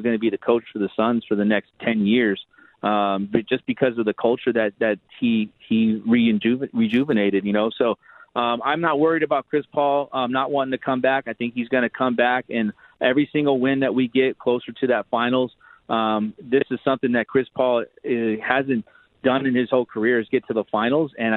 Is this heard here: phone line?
yes